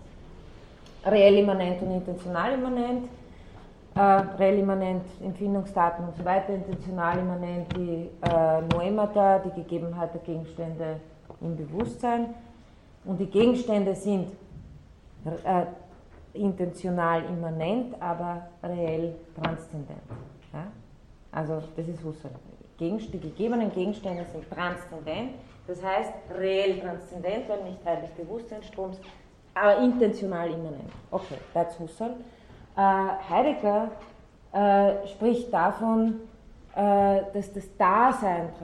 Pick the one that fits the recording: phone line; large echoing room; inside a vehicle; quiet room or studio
large echoing room